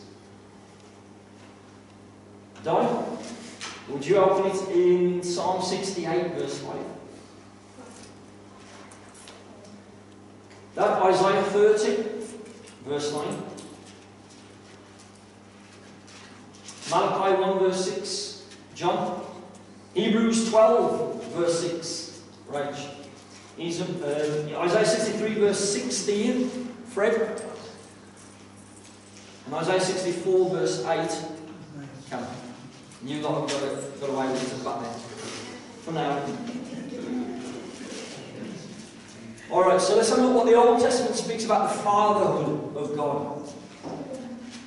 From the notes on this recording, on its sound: This is a live recording of the bible study, so at times audio quality may be low